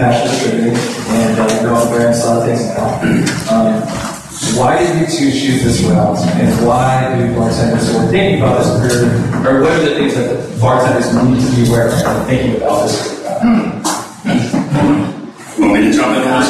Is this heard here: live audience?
yes